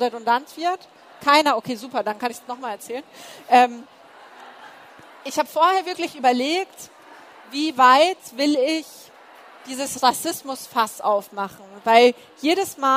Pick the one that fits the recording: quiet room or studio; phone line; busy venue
busy venue